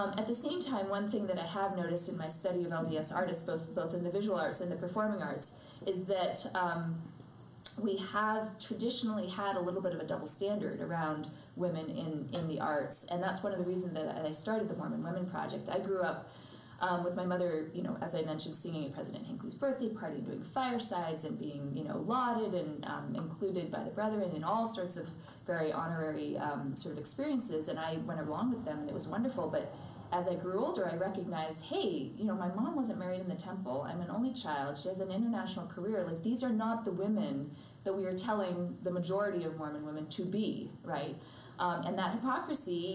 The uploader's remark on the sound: It was recorded in front of a live audience